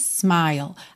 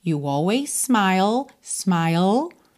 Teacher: always termina em S, smile começa em S, então a gente junta num S só